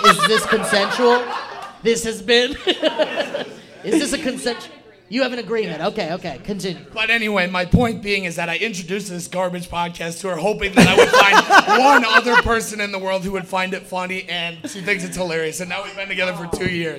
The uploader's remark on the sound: LIVE! - At The Soda Parlor, Nashville TN. Performed LIVE at The Soda Parlor in Nashville Tennessee!